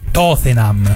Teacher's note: quelli che pronunciano Tottenham con la seconda T aspirata, strascicata